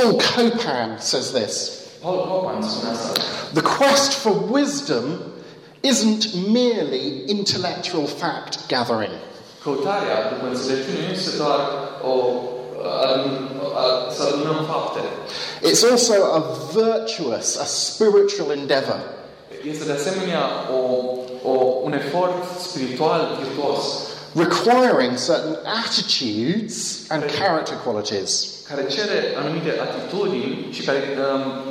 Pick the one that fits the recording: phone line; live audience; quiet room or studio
live audience